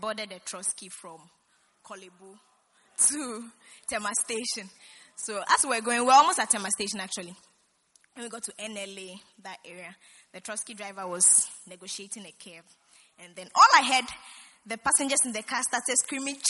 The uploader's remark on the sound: Preached at the First Love Gathering Service.